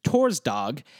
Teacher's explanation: Some words, such as the Danish and Norwegian Torsdag, have dropped the N